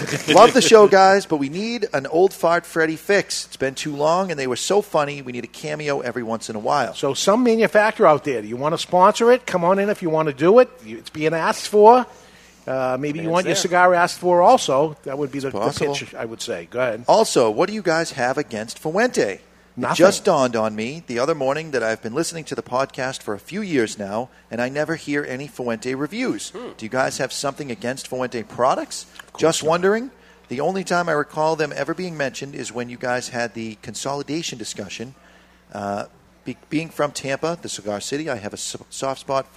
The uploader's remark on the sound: We are live from Two Guys Smoke Shop in Salem, NH